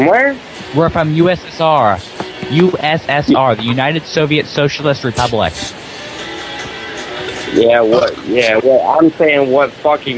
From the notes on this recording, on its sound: Prank Phone Calls Collection. From archive.org.